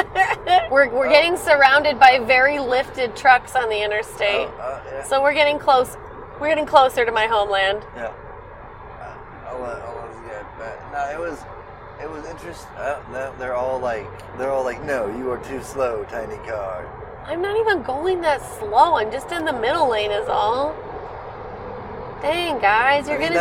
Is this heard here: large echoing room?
no